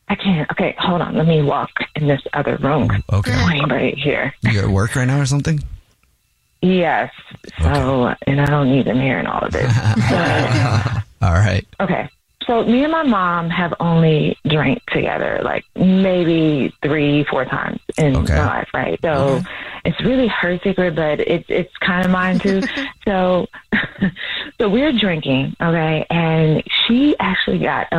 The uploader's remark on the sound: There's a woman on the phone